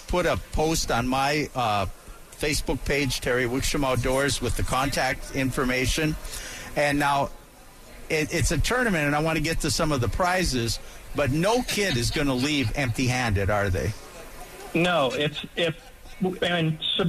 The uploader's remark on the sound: Live from the AMP Expo.